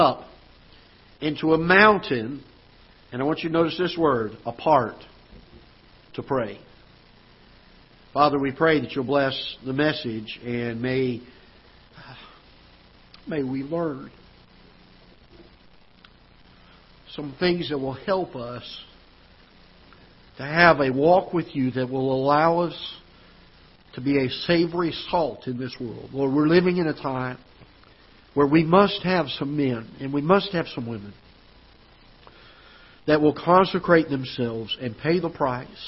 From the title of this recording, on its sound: Ketha Heights Baptist Church ~ Live Broadcast